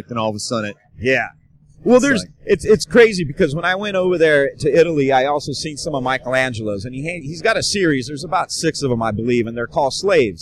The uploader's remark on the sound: joins me from Musink Tattoo festival